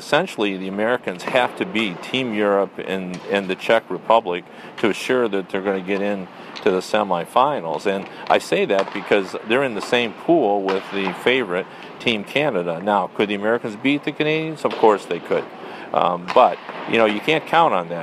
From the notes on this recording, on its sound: records from the World Cup of Hockey in Toronto